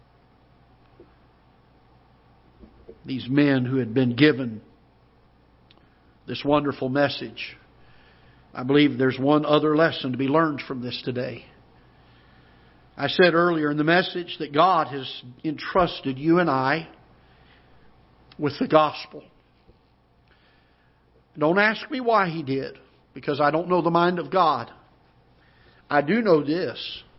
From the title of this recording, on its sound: Ketha Heights Baptist Church ~ Live Broadcast